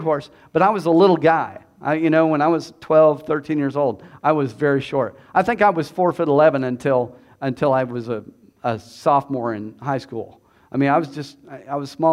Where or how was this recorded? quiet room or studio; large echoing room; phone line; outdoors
large echoing room